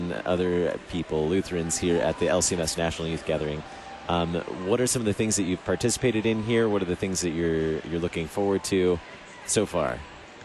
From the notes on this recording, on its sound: Live from the 2019 LCMS National Youth Gathering